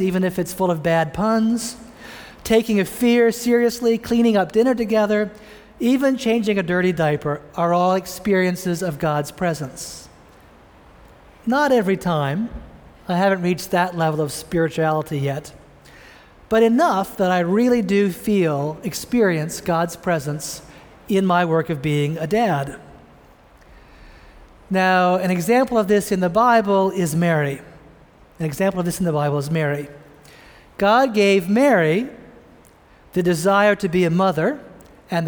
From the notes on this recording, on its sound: preached this sermon at the Vineyard Christian Fellowship of Greater Boston in Cambridge, Massachusetts